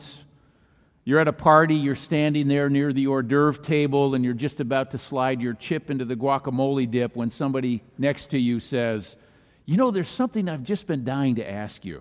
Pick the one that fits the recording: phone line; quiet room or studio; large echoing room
large echoing room